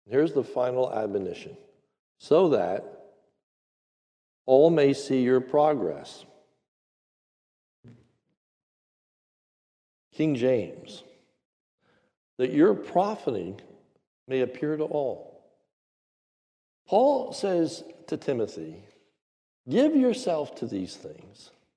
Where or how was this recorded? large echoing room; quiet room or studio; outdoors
large echoing room